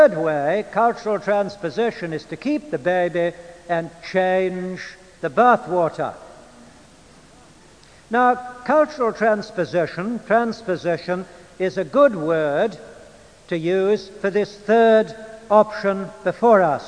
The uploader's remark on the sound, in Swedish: Inspelad i Immanuelskyrkan, Stockholm 1992-05-22 klockan 14.